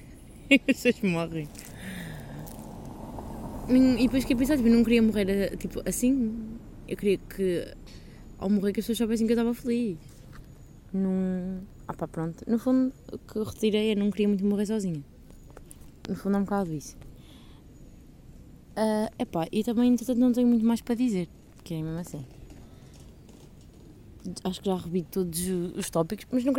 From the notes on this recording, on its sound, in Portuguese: Peço perdão pelo barulho de fundo